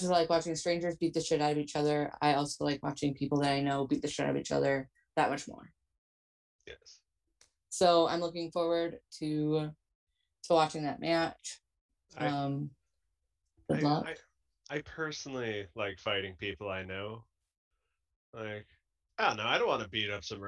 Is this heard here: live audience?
no